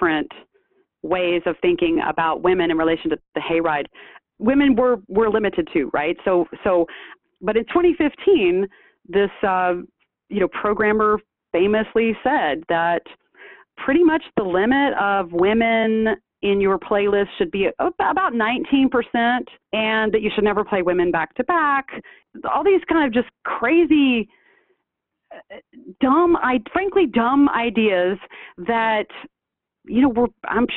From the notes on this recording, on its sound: for an interview by phone